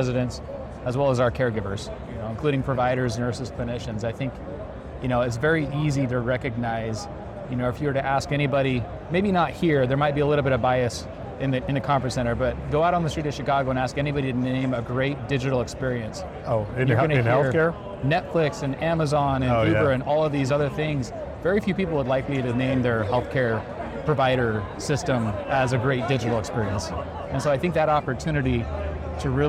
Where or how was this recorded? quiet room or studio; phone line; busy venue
busy venue